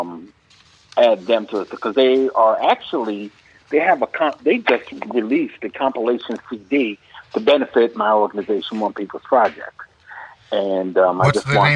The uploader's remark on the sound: call in guest